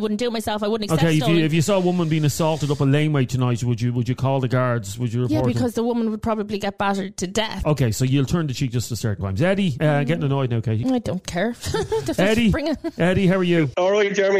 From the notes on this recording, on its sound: A woman phoned